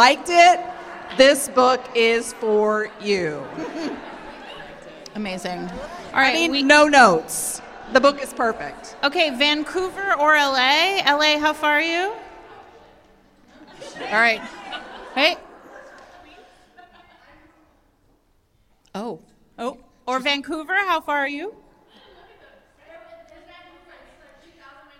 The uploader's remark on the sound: Fated Mates LIVE in Brooklyn. Here, for your enjoyment, is the recording of the wacky, wild night, which we spent with 250 Magnificent Firebirds.